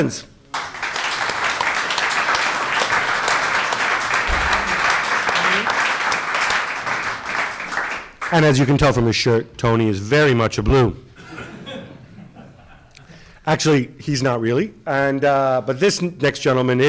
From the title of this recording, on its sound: Live from Liverpool